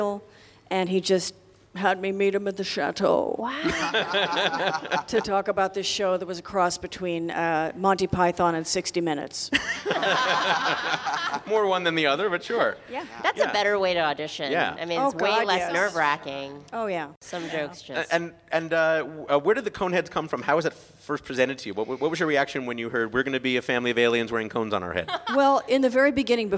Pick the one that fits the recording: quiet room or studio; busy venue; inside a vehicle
busy venue